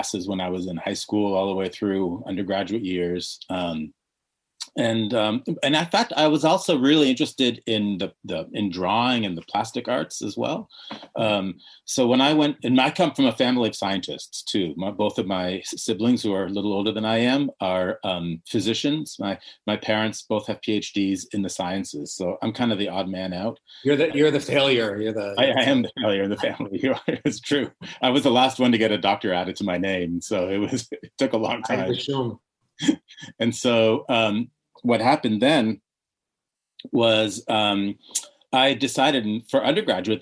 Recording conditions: video call